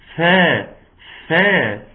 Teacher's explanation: فا، فا، لازم نجيبها ونحقق المخرج، السنتين، السنتين اللي هو اللي فوق الثنا العليا ينزلوا ويغرزوا في الشفة السفلى عشان يطلع مخرج قوي · Term: تحقيق الفاء